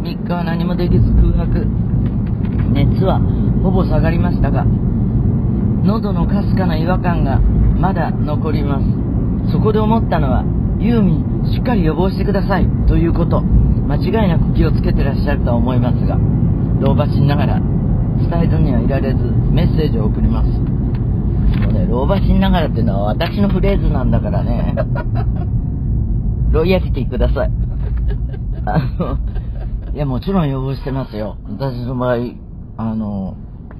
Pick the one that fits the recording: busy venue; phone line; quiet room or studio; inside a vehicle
inside a vehicle